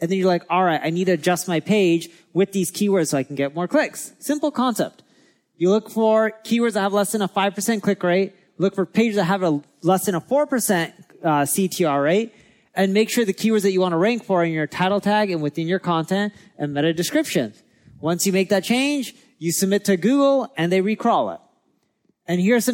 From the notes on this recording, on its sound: recorded at our Marketing School Live event in LA